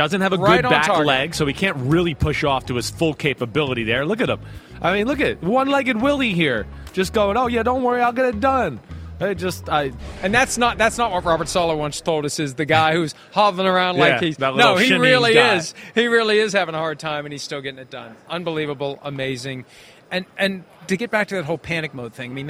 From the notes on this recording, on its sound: PFT Live from Super Bowl Media Week in Arizona.